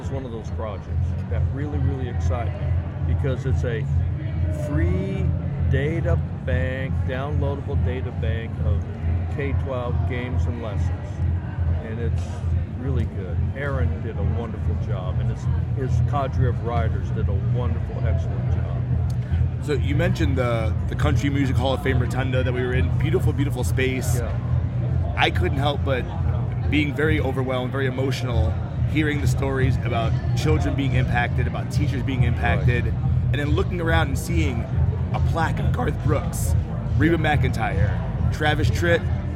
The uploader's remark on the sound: Live from SHAPE Nashville Day 2!